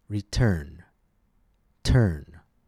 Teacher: the T in return came at the beginning of a stressed syllable, and we therefore pronounced it with aspirated T.